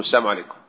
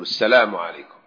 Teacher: فيحذفون اللام أو لا تكاد تظهر · Shown in: first take